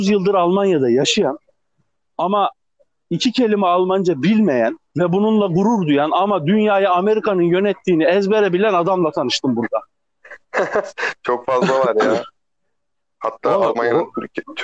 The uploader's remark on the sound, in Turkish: Bu podcast telefon üzerinden kaydedilmiştir. Sesler biraz tırt olabilir.